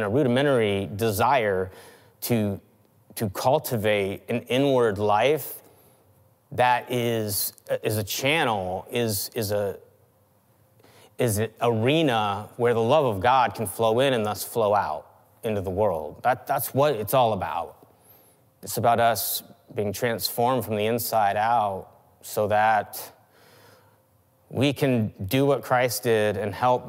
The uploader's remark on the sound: Christmas Eve 2020 (Audio Edition). Check out the audio edition of our 2020 Christmas Eve service!